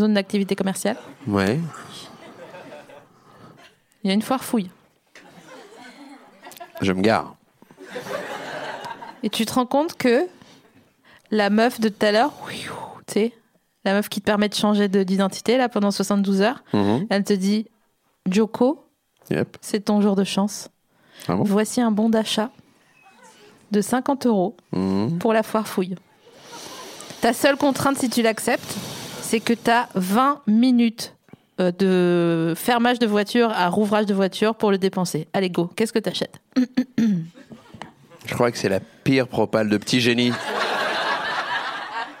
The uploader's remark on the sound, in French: Cet épisode a été enregistré le 09 mars 2019 à La Nouvelle Seine (3 Quai de Montebello, Paris 5e).